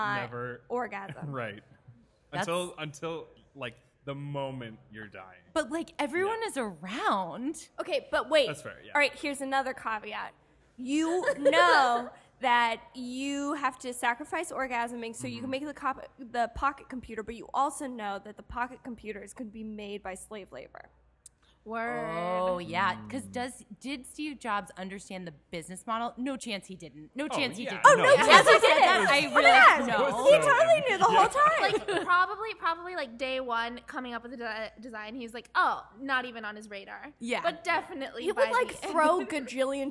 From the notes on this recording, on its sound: joins us live in the Podcast Lounge at the 18th Del Close Marathon in New York City